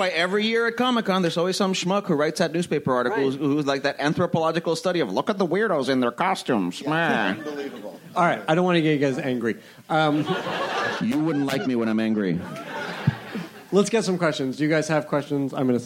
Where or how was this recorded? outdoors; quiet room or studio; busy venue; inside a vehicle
busy venue